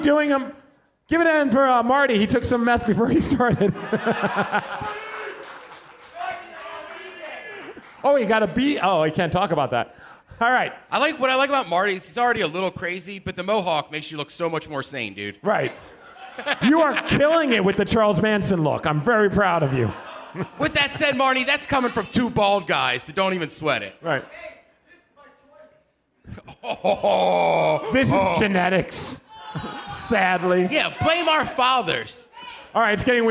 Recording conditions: live audience